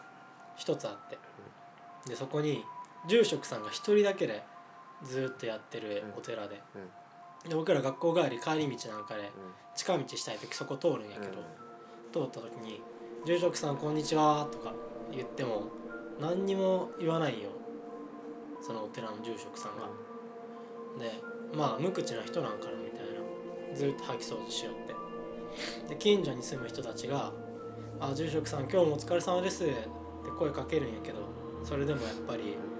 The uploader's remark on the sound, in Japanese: 今回は2人とも風邪気味ということで、鼻をすすりながらの収録です。